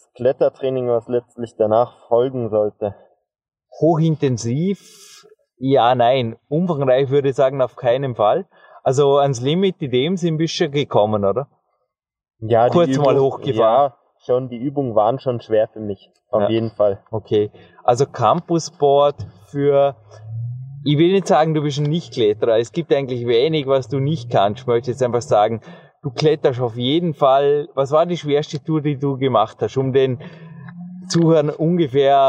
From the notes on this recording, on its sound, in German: Direkt von der „vordersten Front“ des Dornbirner Leichtathletikstadions gibt’s erstmals live on tape.